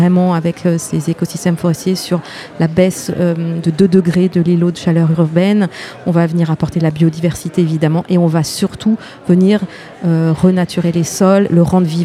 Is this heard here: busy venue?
yes